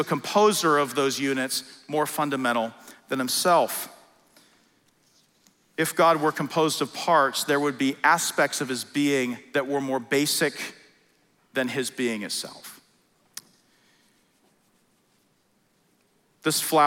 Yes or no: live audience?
yes